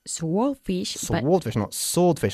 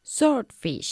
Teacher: la W is muda